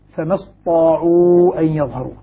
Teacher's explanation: قال هنا قرأ لحمزة بالتشديد فما استطاعوا أن يظهروا، تشديد الطاء، تشديد الطاء على اعتبار أنه كان فيها تاء وأدغمت التاء في الطاء فأصبحت طاء مشددة